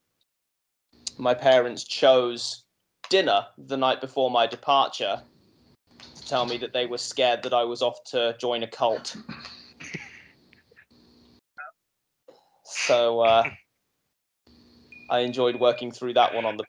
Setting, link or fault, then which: link, video call